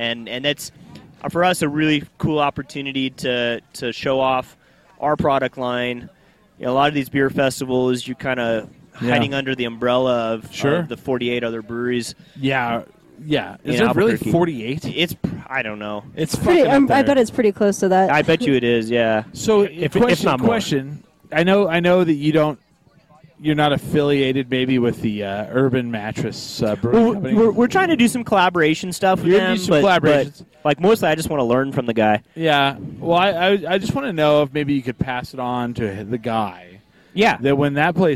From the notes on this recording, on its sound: Coming at you live from Hempfest.